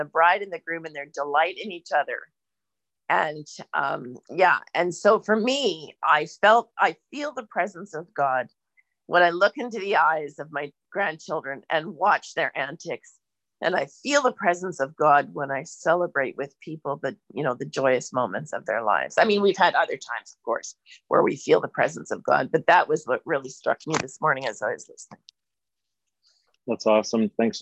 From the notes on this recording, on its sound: For this zoom service